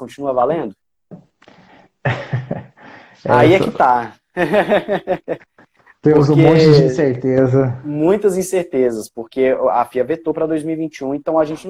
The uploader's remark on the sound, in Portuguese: O conteúdo deste programa foi extraído de uma Live no Instagram